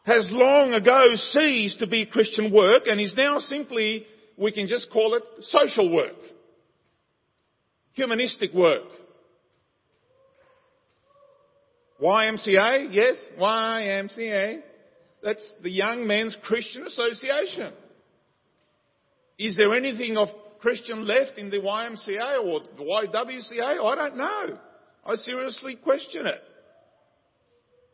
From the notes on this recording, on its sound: Sermon audio from Liverpool Baptist Church's morning services.